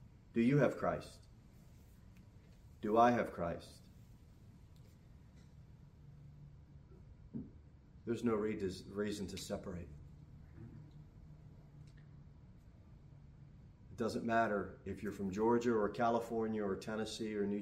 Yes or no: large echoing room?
yes